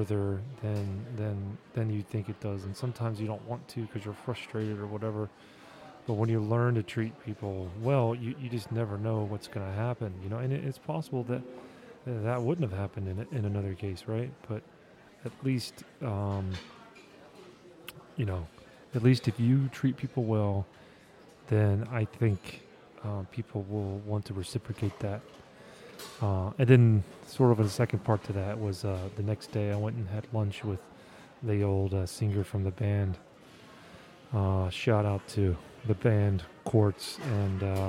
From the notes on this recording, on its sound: I recorded this episode in an airport lounge, which is why you can hear all of the ambient lounge noises in the background